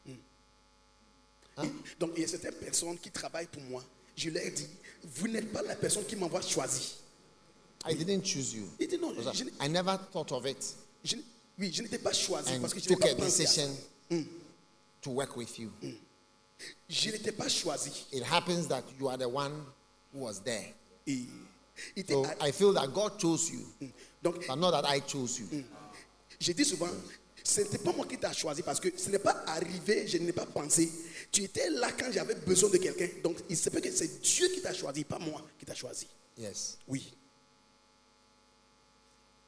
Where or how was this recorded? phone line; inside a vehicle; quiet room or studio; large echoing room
large echoing room